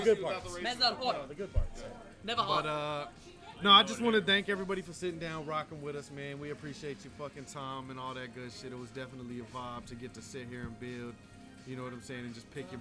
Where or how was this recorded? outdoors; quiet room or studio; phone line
outdoors